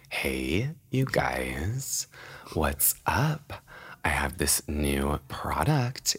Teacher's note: it's like she used to have a high pitch and now it's literally just vocal fry.